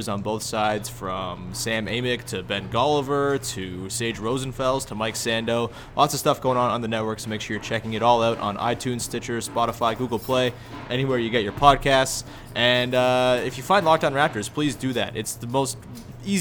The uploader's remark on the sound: Live! from Raptors/Sixers. Chat in-person after the Raptors' 113-102 win over Philly on Wednesday night.